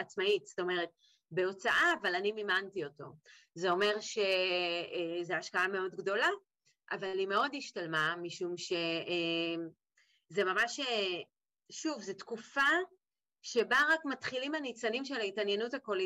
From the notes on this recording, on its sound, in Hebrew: בשיחה חוצת יבשות. ההקלטה לא משהו, עימכם הסליחה – עוד נשתפר בהקלטות בינ"ל.